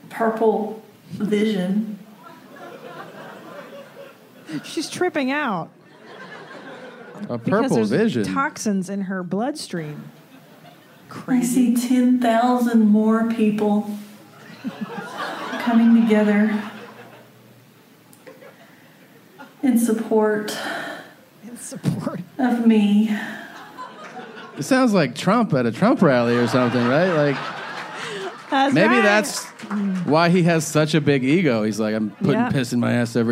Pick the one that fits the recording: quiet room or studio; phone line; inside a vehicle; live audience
live audience